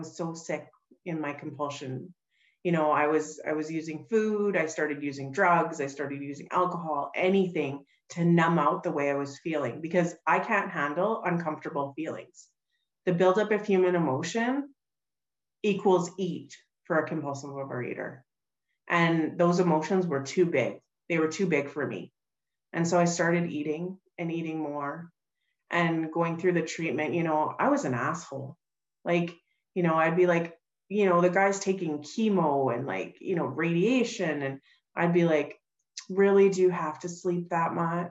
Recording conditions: video call